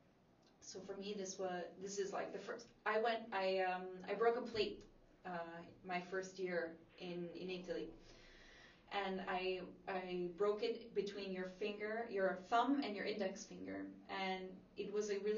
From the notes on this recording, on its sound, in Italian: E' in lingua inglese & purtroppo la qualita' audio non e' delle migliori per un problema tecnico riscontrato sul mic (sorry!).